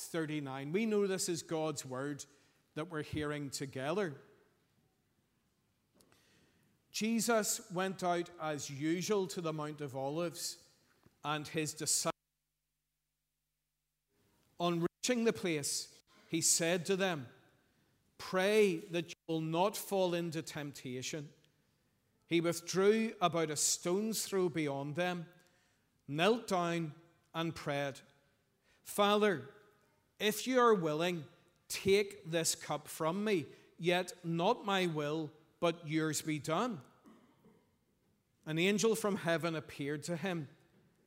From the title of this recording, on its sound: Sunday 2nd April 2023 morning service